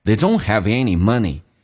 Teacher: They 不被强调，用降调来读变成 they，像这个双元近似于发单元音，因为嘴型不怎么打开